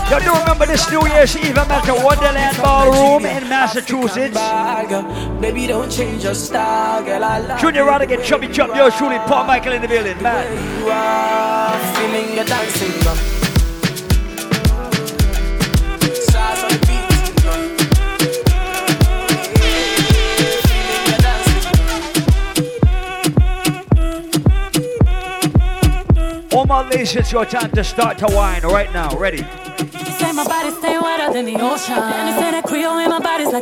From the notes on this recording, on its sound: live at Island Saturdays on Dec 9th